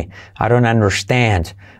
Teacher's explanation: Atención, por ahí ocurren cosas si lo unimos, ¿vale? I don't understand se convierte en aron, Aaron, como un aro pero con N.